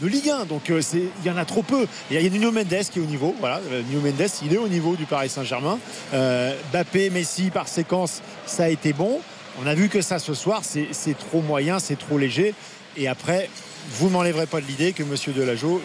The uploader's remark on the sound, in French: en direct du Parc des Princes